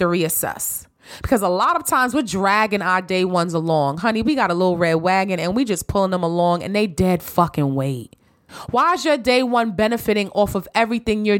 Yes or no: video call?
no